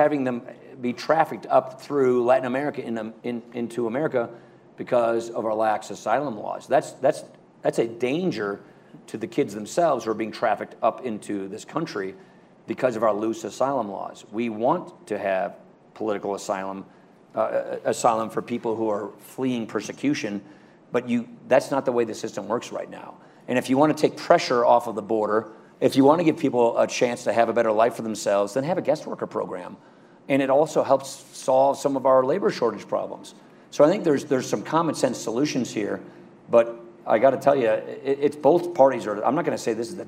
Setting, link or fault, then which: setting, busy venue